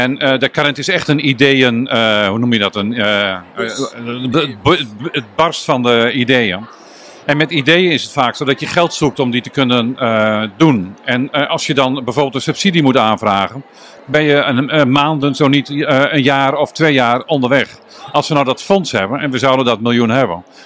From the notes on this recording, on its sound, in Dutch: Congres de Stervensfase. Live bij het congres!